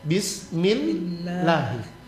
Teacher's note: Karena dia berharokah kasroh, lafdul jalala, lamnya pada lafdul jalala ditipiskan.